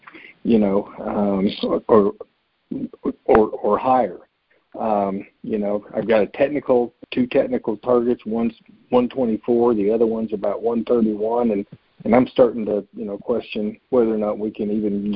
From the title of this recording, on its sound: Monthly Conference Call